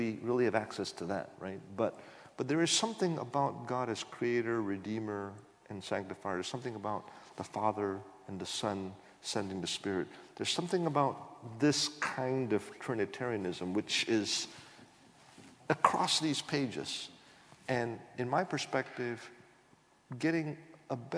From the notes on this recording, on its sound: This GodPod was recorded as part of a lecture. This lecture was recorded as part of the McDonald Lecture Series – a collaboration between St Mellitus College and the McDonald Agape Foundation.